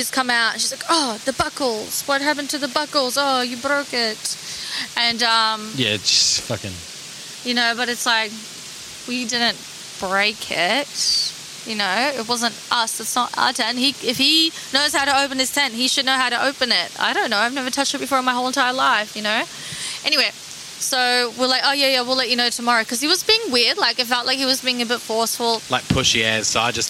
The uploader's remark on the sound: Bouncing over boulders we traverse through a river way for the perfect podcast setting (ambient sound involved). In the Blistering North Queensland heat we sit down to chat.